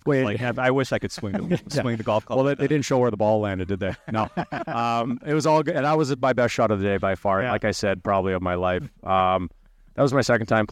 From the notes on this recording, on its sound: one-on-one interviews live from training camp in Victoria